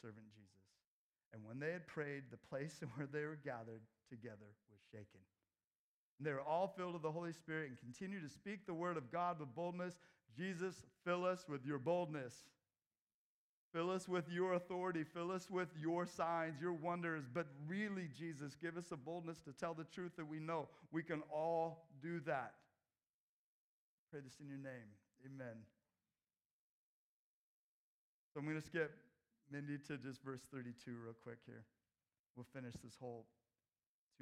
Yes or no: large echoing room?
yes